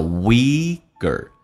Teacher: 美式发音两个元音中间所加的辅音一般会被浊化，所变成 k 发成 g